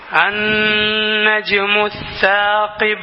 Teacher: Scene വേറെ, സാ വേറെ. സാ ഉച്ചരിക്കേണ്ടത് നാവ് മുകളിലത്തെ പല്ലുകളിൽ സ്പർശിച്ചുകൊണ്ടാണ്.